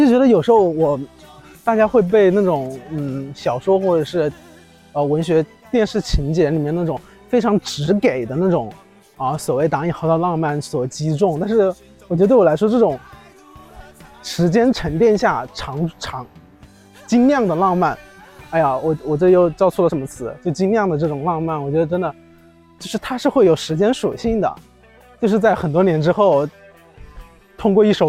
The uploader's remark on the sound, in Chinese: 来到一个新的环境，边走边录，也希望在这个夏天的尾巴，在虫鸣声中。